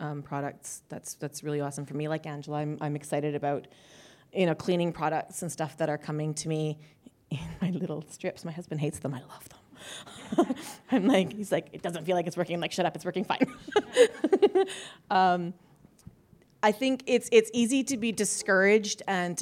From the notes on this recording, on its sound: Achievement Awards Panel – Part 2 (2022 AWESOME Conference). Panel chat that was recorded live at the 2022 AWESOME Conference.